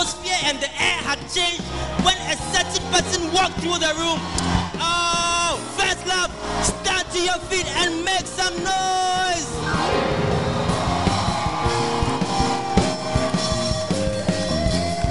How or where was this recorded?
live audience